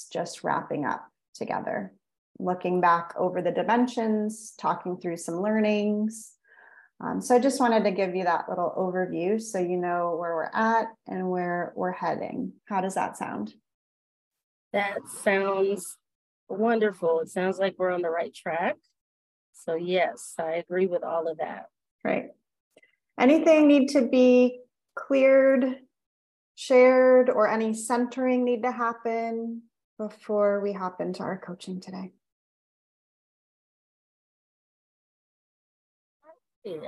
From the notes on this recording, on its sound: Audio was a bit choppy on this call so if you hear any glitches that is what I experienced on the call, as well.